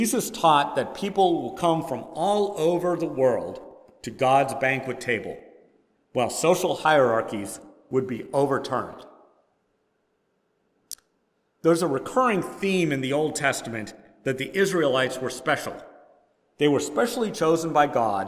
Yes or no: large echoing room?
yes